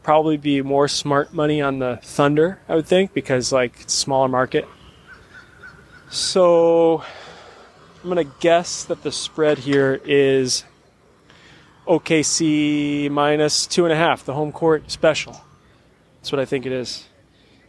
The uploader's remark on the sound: Live from across the street from the Chase Center